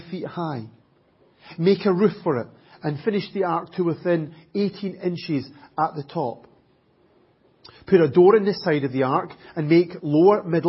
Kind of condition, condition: setting, large echoing room